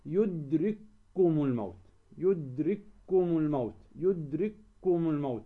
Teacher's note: ندغم الأولى في الثانية، الكاف الأولى والكاف الثانية ندغمهما